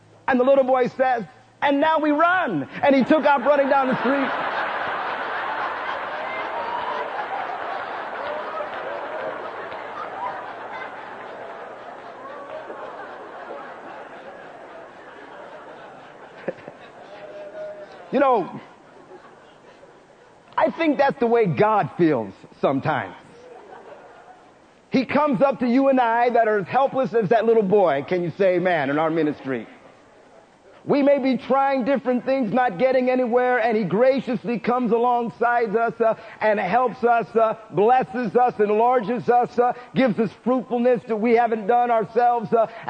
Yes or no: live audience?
yes